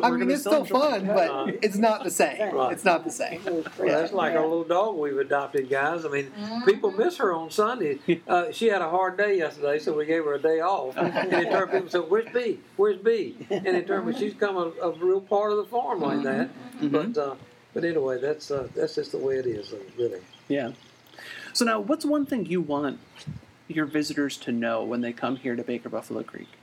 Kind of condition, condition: setting, outdoors